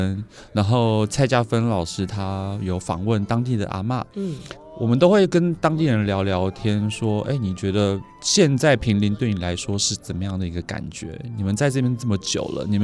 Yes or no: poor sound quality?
no